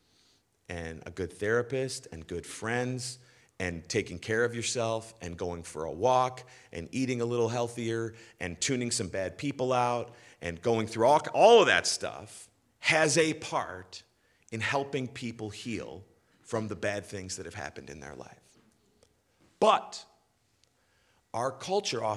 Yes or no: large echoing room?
yes